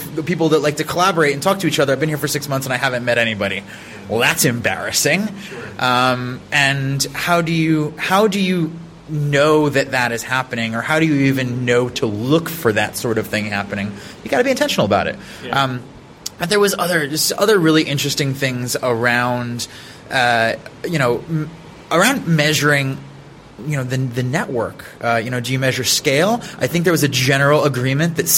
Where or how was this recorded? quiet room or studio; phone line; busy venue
busy venue